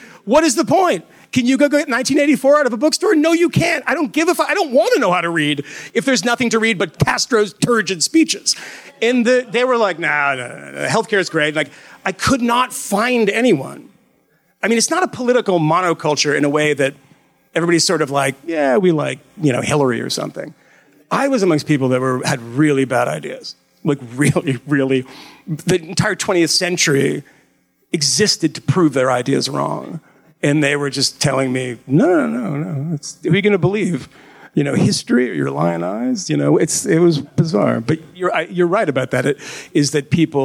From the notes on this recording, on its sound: Live in Philly. Talked to a room full of students at FIRE’s annual student conference in Philadelphia.